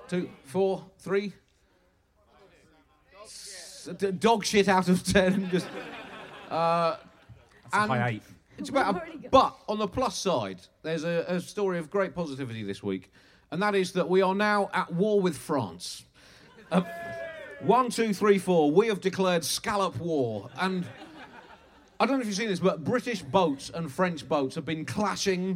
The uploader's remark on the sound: Record a Bugle at midnight in the woods. Recorded in front of about 1000 people at the beautiful End Of The Road Festival.